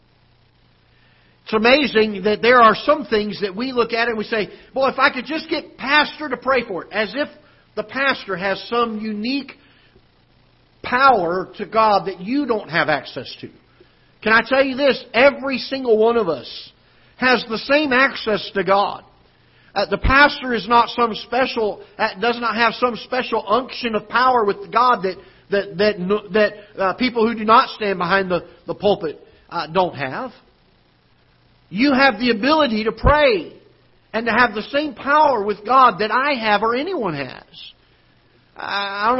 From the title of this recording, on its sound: Ketha Heights Baptist Church ~ Live Broadcast